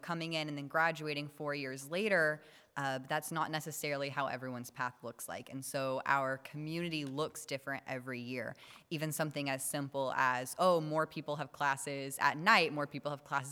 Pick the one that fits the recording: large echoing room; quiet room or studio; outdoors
large echoing room